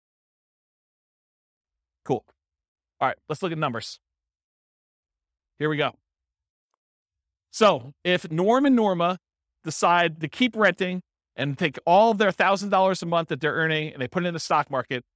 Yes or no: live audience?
yes